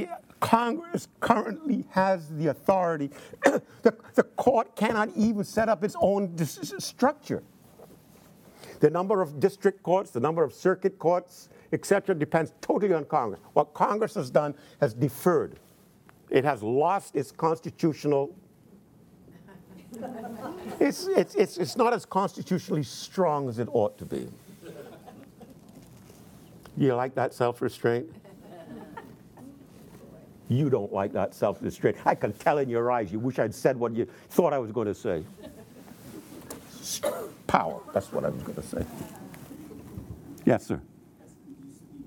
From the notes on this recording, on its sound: in front of a teacher audience